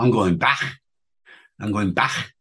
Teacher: Or to take another example, in Liverpool, where I used to live for many years, there is a back velar fricative replacing plosive. So I might say, you know, I'm going back with a ch rather than a k.